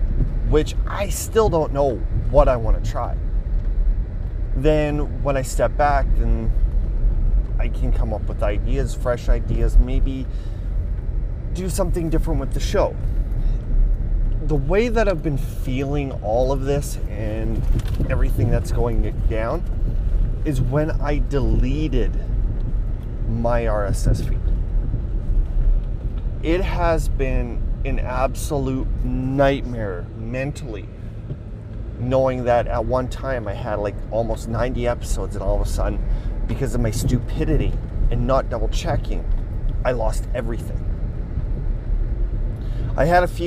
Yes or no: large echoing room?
no